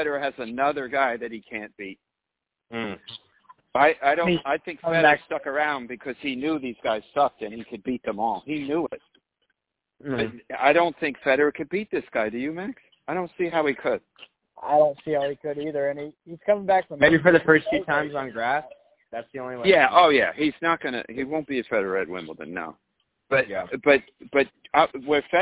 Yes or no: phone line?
yes